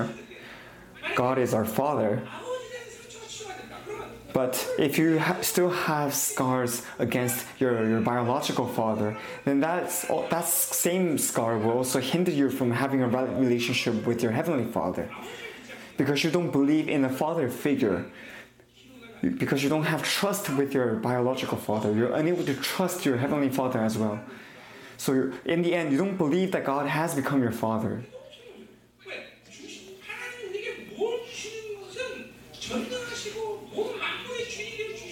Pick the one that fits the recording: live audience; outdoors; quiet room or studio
live audience